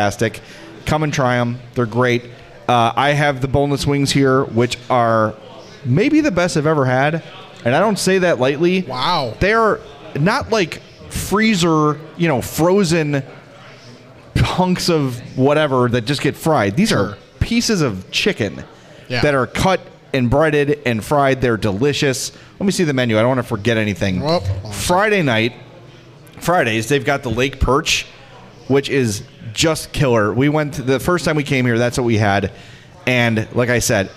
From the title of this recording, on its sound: Live from Uncle Bud's